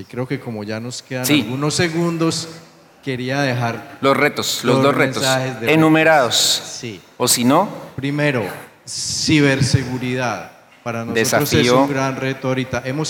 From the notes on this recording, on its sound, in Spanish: Este es un episodio grabado en vivo durante ANDICOM 2023 del panel.